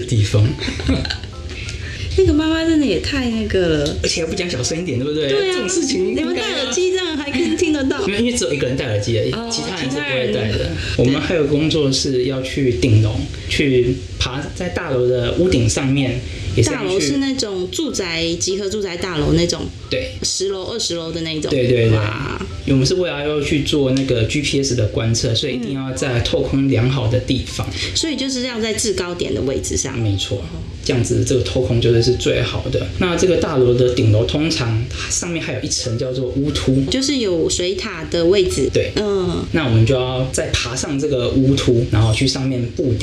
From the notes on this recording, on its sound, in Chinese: 本集錄製時遇到午後雷陣雨。背景不時有打雷聲。